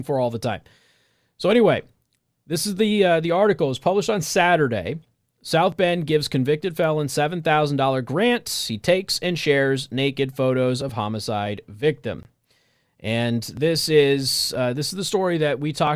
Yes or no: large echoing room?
no